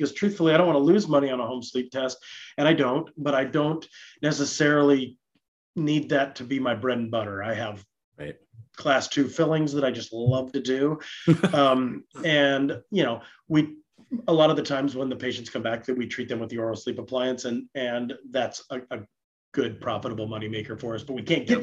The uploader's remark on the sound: This live interactive webinar